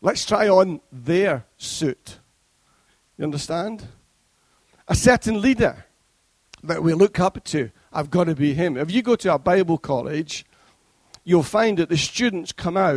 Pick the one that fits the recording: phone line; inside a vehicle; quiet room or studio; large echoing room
large echoing room